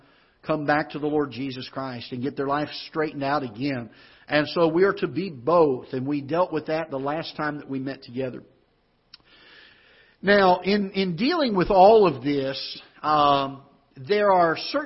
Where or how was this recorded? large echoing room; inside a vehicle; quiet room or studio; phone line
large echoing room